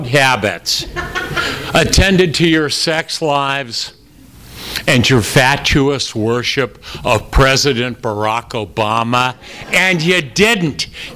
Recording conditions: live audience